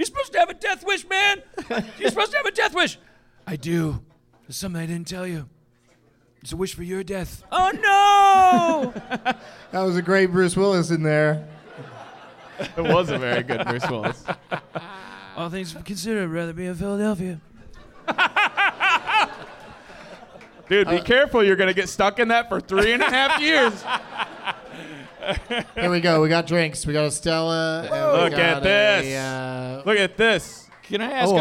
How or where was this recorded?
live audience